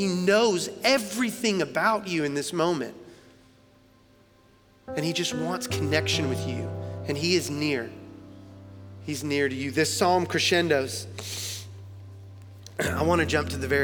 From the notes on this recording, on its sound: Recorded live at Long Hollow Church on July 26, 2022.